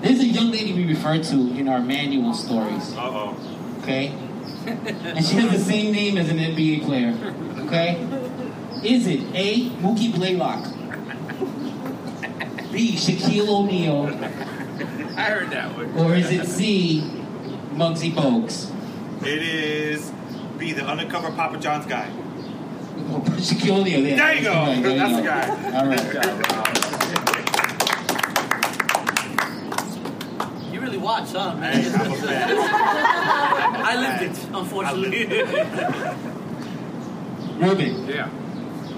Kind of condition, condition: setting, live audience